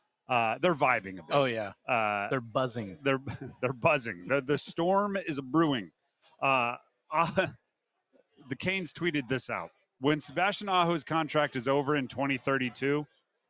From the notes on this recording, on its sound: Is live in Charlotte for day two of the 2023 ACC Football Kickoff.